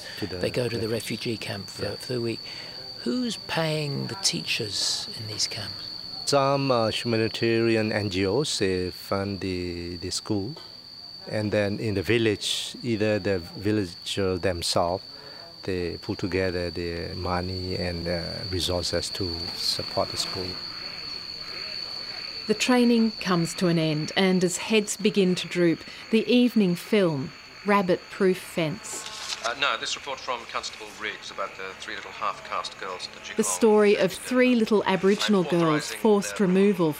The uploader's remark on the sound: we walk beneath the canopy and hear at last, the way the forest should sound